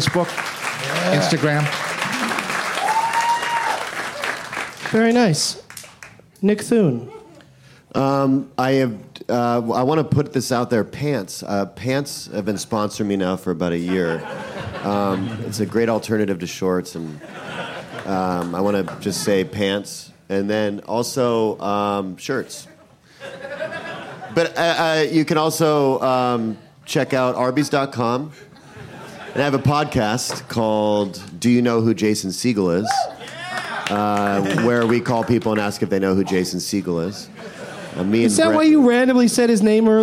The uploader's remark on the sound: Live from SXSW in Austin